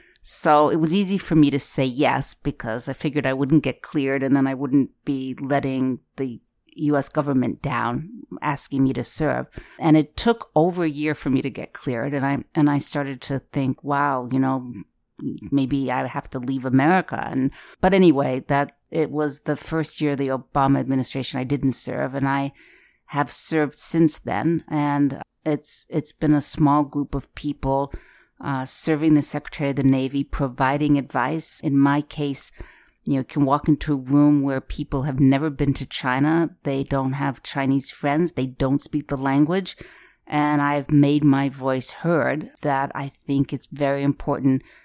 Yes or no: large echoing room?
no